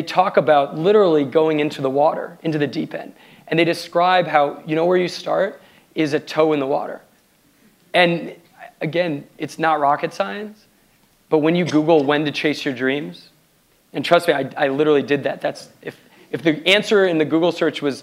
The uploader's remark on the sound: Live at the Palo Alto JCC